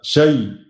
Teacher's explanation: والإشمام قلنا بنسكن الياء سواء في التخفيف أو التشديد ونأتي بضم الشفتين إشارة إلى هذا الضم